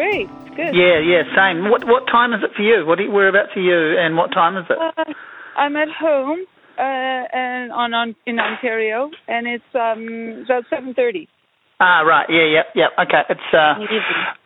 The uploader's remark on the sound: A phone conversation.